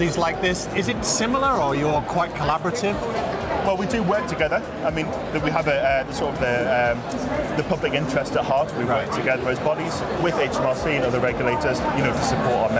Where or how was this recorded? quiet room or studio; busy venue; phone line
busy venue